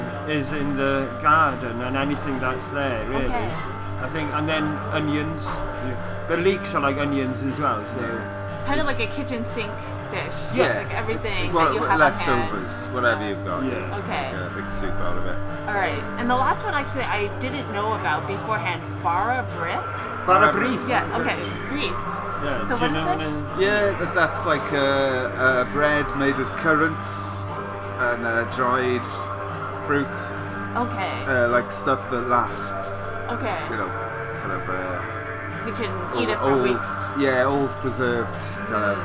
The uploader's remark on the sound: Recorded July 24, 2016 at the Sinclair in Cambridge, MA.